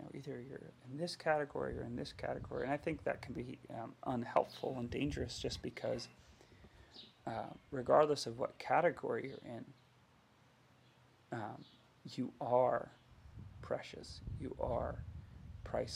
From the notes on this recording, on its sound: AUDIO LOW.